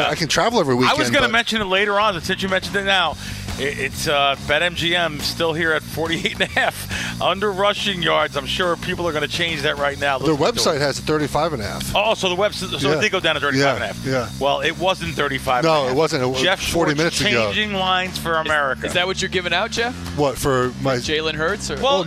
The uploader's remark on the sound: live from BetMGM's brand new sportsbook at Great American Ball Park in Cincinnati!